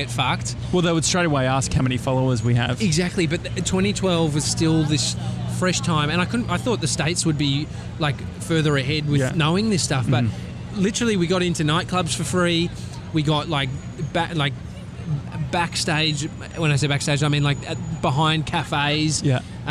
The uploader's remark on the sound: Live from Times Square! We still manage to feed a horse and have a chat with a girl on a bike.